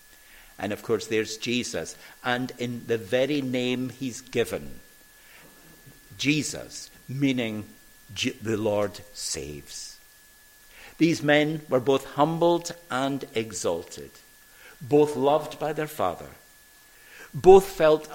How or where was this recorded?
large echoing room